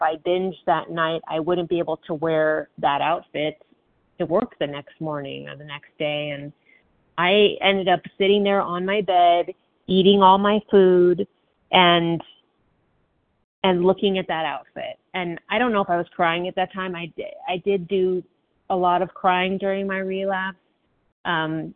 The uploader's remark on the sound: from the 100 Pounders Phone Meeting